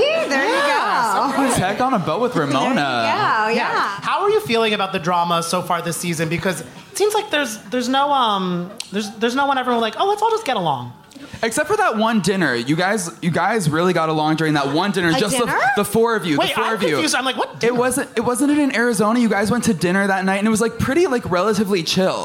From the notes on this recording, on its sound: Took the stage in NYC at City Winery for our very special live "Virtual Reali-tea" event. Sat down with a live audience.